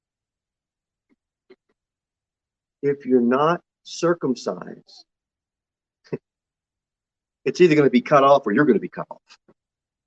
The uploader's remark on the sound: Sermon delivered at Pilgrim Baptist Church on Sunday, July 10, 2022 at 11:15 am.